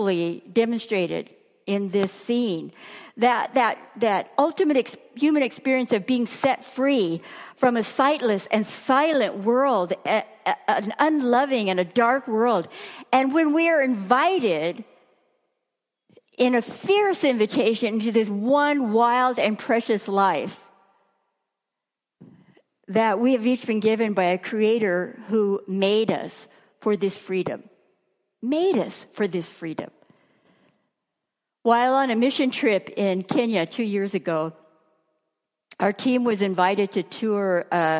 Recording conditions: live audience